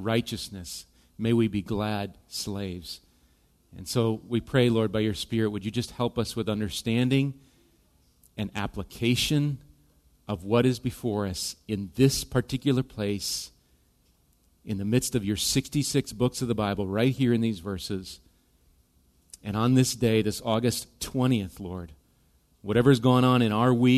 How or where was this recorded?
large echoing room